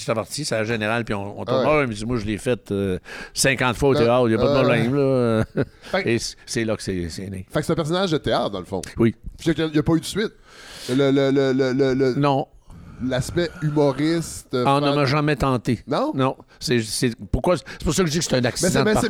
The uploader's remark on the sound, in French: Un épisode surprise enregistré ce weekend lors du 41ième festival de cinéma international de Rouyn-Noranda.